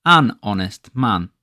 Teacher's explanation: When we pronounce it, we're not saying the H.